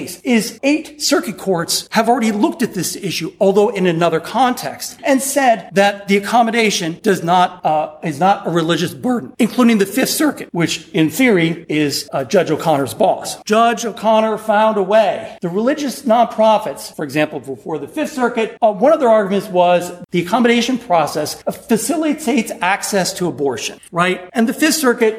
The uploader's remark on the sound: Recorded at the 2019 annual meeting of the Southeastern Association of Law Schools during a panel reviewing the year in healthcare financing.